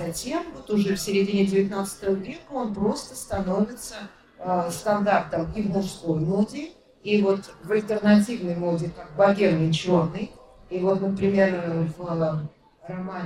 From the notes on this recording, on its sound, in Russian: записанном на книжной ярмарке Non/Fiction